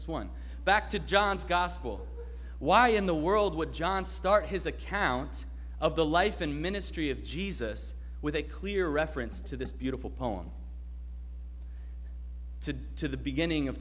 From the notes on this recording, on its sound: Sermon preached at RCHP on January 2, 2022.